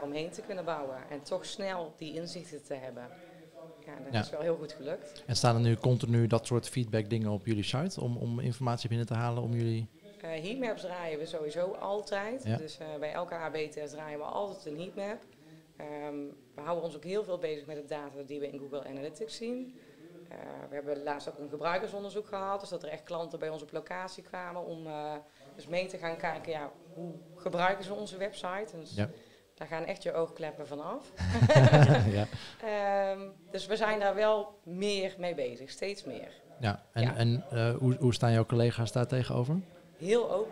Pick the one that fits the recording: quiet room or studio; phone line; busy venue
busy venue